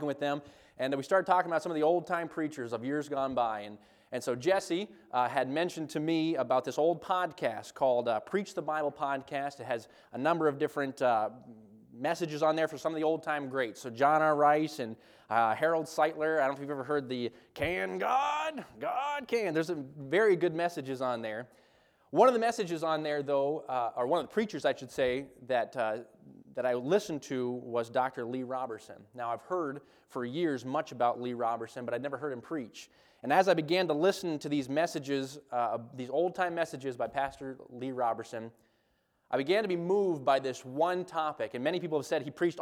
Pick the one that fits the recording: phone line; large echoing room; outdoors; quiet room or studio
large echoing room